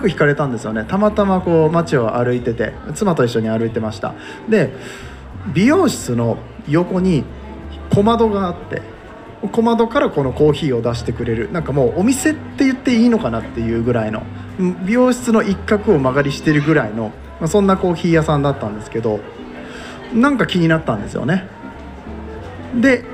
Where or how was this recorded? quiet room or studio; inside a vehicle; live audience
live audience